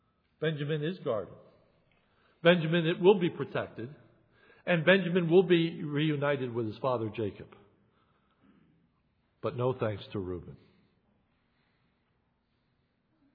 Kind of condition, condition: setting, large echoing room